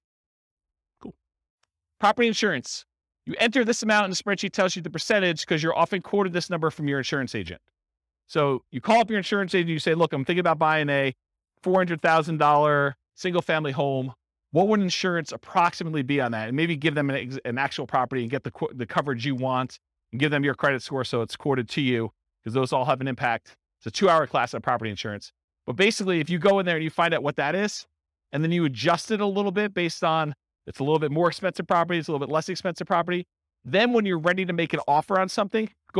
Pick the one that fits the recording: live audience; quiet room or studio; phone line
live audience